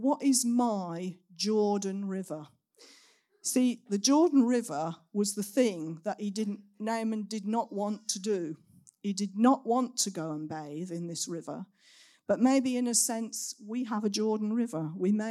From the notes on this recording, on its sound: Recorded at Saxon Hall on Sunday 15th October 2023